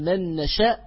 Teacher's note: مثلا إذا قلنا من نشاء، انتبهوا الآن عندنا غنتان، من نشاء، عندنا غنة النون الأولى وغنة النون الثانية